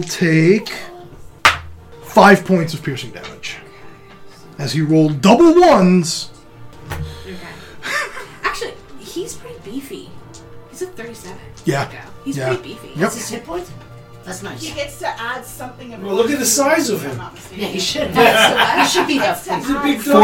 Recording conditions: sounds in the background